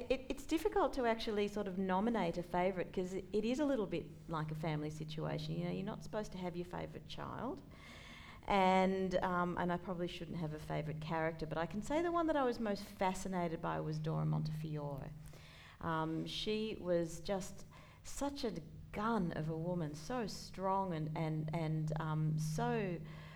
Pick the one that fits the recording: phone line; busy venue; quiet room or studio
busy venue